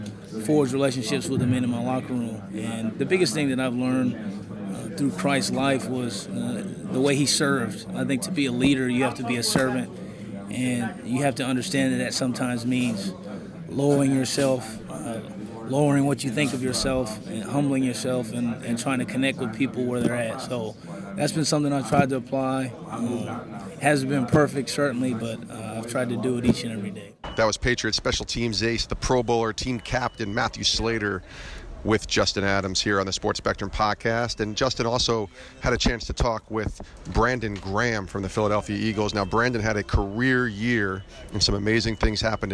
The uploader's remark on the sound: Live from Super Bowl LII in Minneapolis